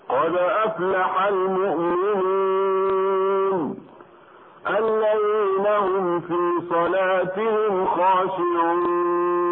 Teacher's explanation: أردنا القراءة بتوسط المد بمقدار 4 حركات